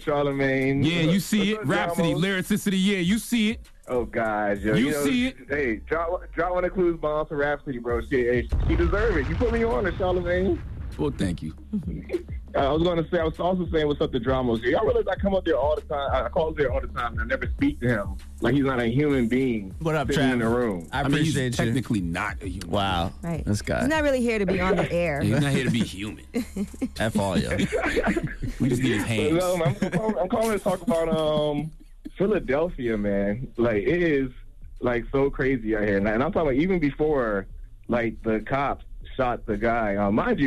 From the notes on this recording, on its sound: we opened up the phone lines